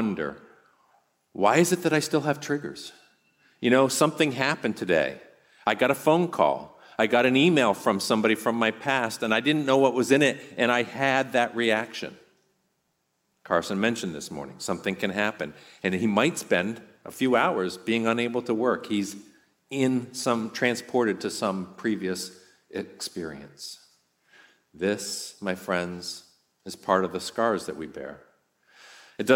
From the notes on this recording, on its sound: on this podcast you’re going to hear a talk from our last RESTORE conference